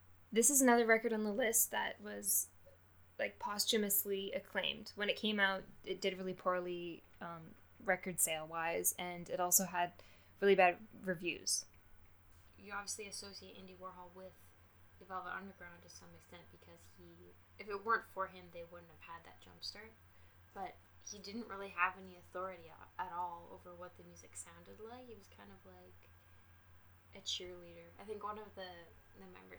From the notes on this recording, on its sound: I still don't know how to use a microphone